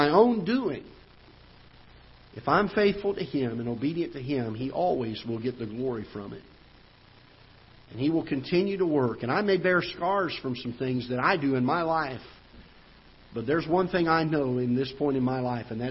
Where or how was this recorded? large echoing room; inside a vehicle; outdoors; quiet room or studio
large echoing room